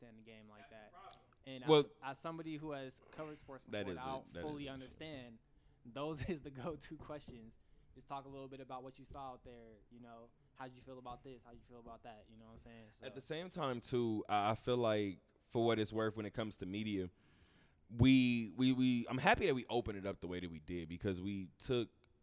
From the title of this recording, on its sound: Talk that Talk Radio Show Live from Westgate